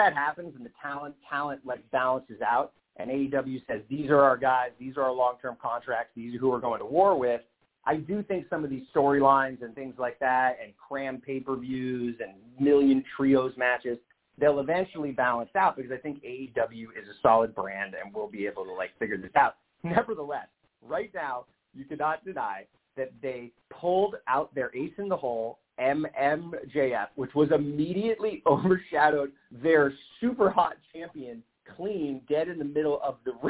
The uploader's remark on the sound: Live calls and more conversation. Weekly caller, email and tweet driven show.